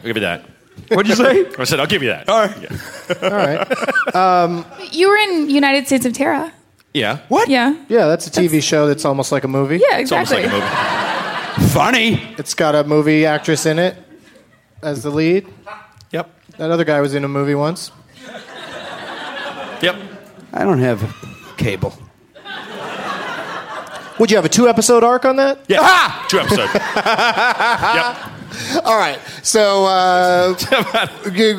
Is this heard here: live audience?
yes